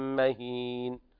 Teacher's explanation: ولا تطع كل حلاف مهين، كل حلاف مهين إدغام بغنة كامل لوقوع الميم بعد التنوين والوقف على النون بالسكون، مهين على كل حلاف مهين، هكذا مهين، والياء تكون من جوف الحلق فنضغط على الفك الأسفل حتى لا يخرج المد من الخيشوم، ثم الوقف على النون بالسكون المجرد من الغنة الزائدة.